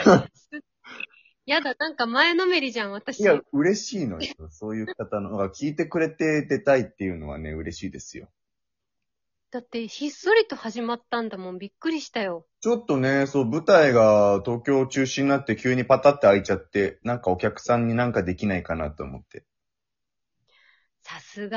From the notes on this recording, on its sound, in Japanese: リモート収録